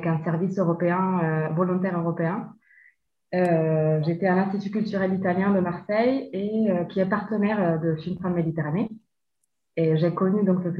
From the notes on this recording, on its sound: forgive me for the audio (all done on Zoom)